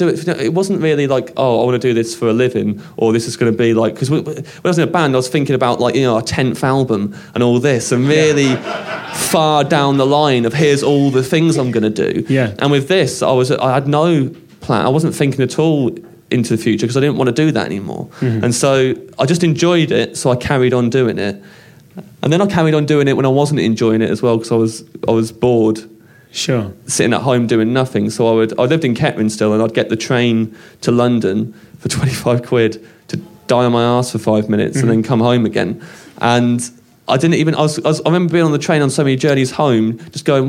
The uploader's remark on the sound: In this special episode recorded live after a 30min performance.